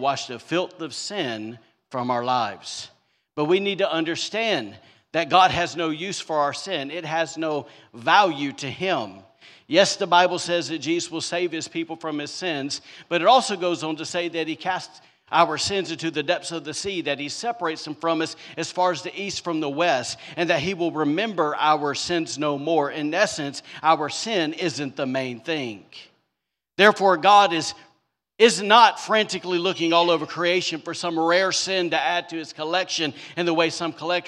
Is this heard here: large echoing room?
yes